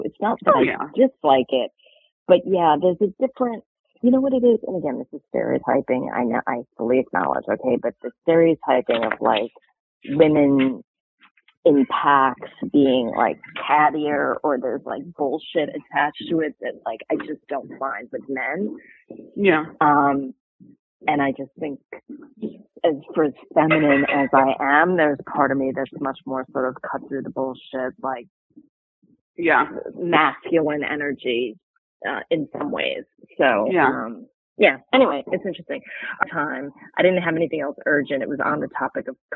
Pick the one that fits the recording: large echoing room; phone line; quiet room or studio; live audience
phone line